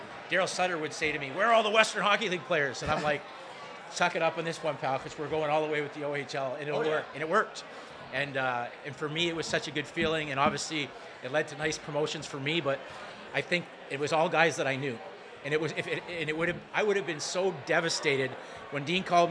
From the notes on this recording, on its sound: Live taping from the Locker Room Studio in Bottomline Sports Bar